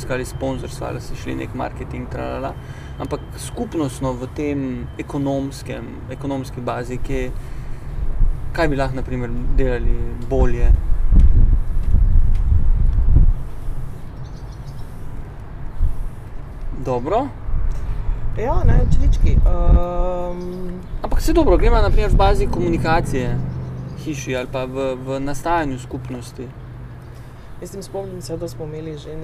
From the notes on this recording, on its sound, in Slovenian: Na ulici pred hišo ter pred publiko.